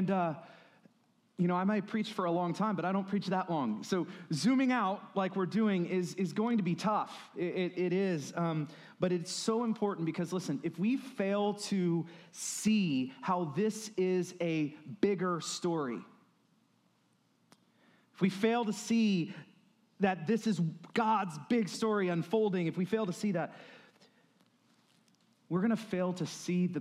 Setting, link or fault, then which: setting, large echoing room